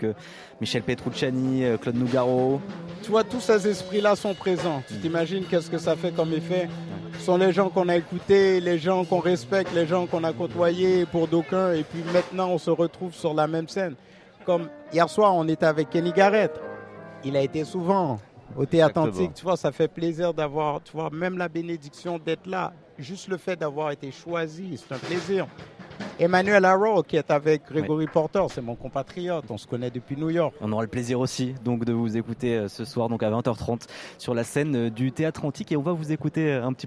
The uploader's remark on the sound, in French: En direct de Jazz à Vienne 2022